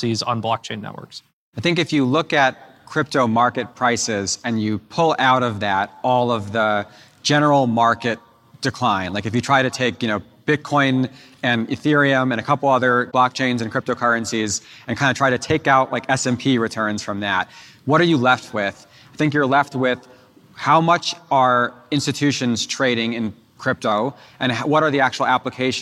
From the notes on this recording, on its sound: We’re playing a recording of our discussion live on stage. At TechCrunch Disrupt.